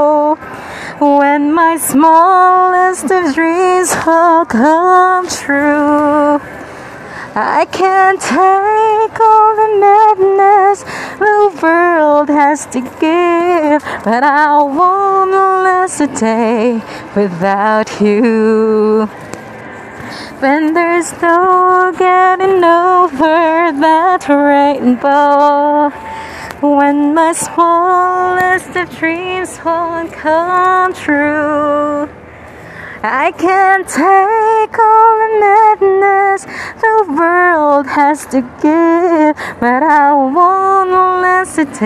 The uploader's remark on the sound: Recorded this while walking in Ayala Central Bloc.